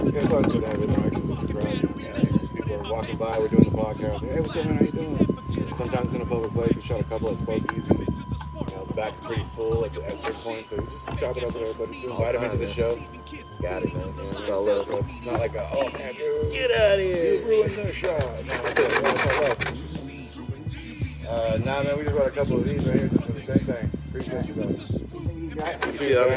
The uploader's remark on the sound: Live from the San Joaquin River. As he cooks up some Oyster Mushroom Tacos (Fresno River Tacos).